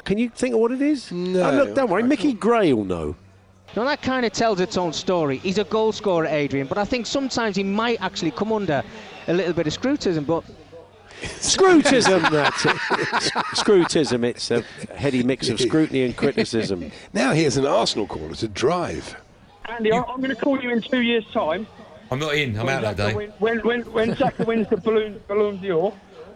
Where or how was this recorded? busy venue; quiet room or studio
busy venue